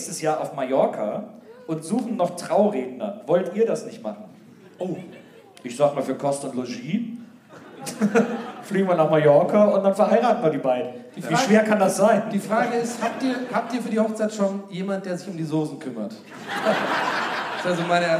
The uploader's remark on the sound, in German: Aufgenommen LIVE in Köln am 20.09.2021